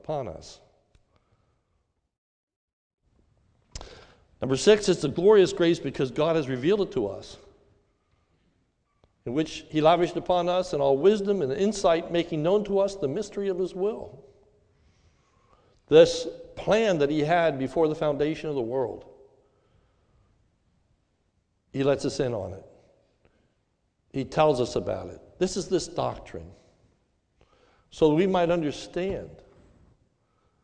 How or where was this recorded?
large echoing room